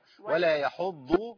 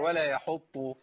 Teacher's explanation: بين الضاد عشان ما تبقاش طاء